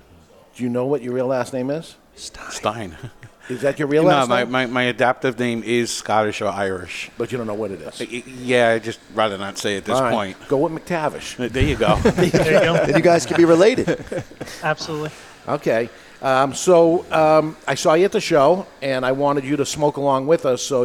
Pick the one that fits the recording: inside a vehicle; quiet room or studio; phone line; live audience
live audience